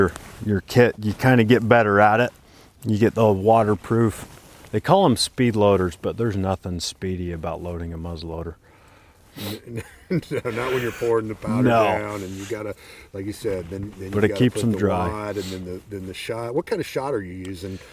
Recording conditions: outdoors